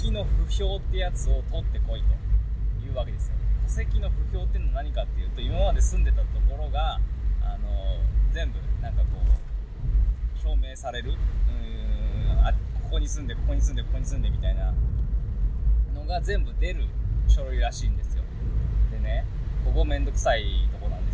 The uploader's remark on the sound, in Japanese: 車内雑音ラジオ